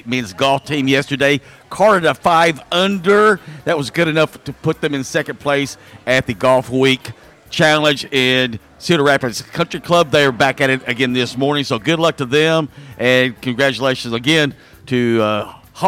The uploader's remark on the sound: LIVE from J’Town’s Grill!